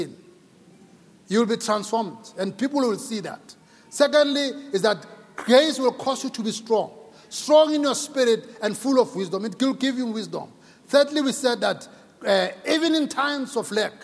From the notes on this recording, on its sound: Preached at Grace Bible Church Pimville.